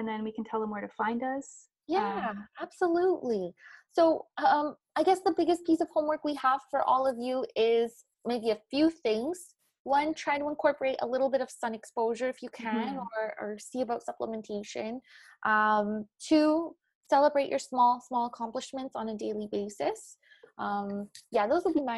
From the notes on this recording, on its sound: This season is recorded online during quarantine as we are practicing social distancing.